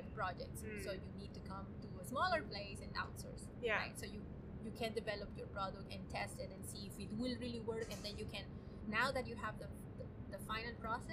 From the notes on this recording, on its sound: Apologies for the imperfect audio and background noise, this conversation was recorded outdoors!